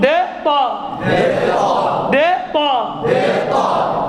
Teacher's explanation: لولا الإطباق في الطاء لصارت الطاء دالا · Term: الطاء تفخيم الدال